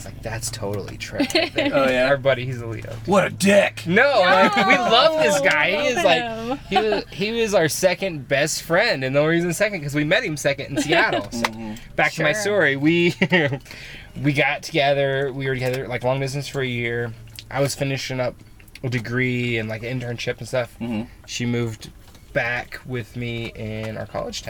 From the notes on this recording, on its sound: From the van. Living and working full time in their van.